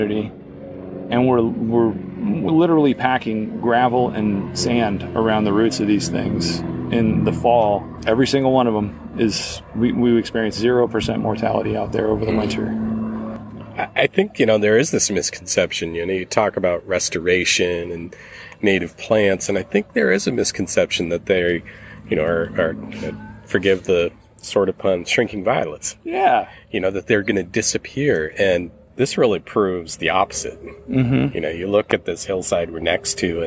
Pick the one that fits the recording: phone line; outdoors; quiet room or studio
outdoors